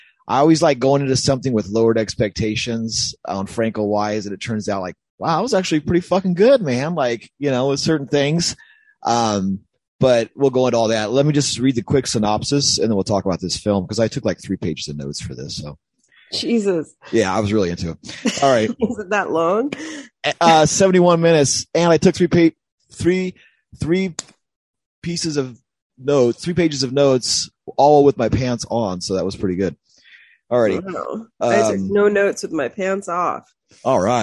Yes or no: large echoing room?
no